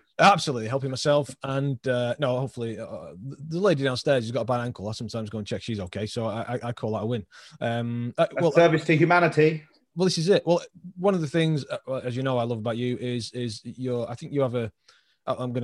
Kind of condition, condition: link, video call